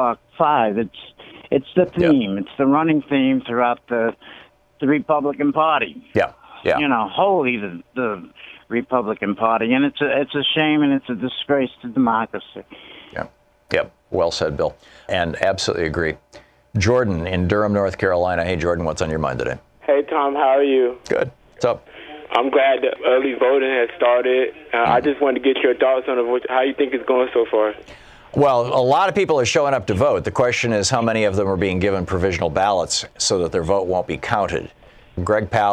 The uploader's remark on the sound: Listeners call.